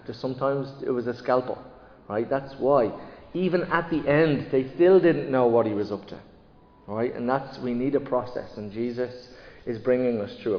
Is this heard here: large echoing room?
yes